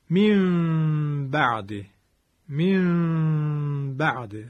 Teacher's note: پس سه نکته شد: از فضای بینی صدا رو خارج بکنیم، دو حرکت کشش بدیم و لبهامون رو یک مقداری باز نگه داریم. · Term: غنه اقلاب